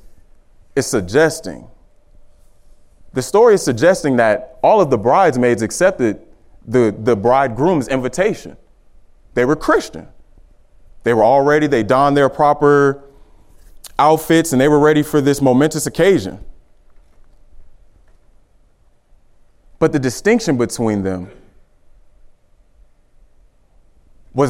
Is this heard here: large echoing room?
yes